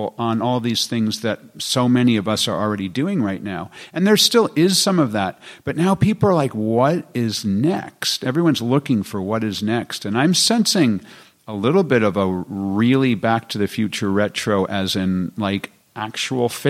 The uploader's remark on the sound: Are you ready for a special live podcast episode from HubSpot Inbound 2018 where 27k marketers gathered in Boston Massachusetts to talk about the future of inbound marketing?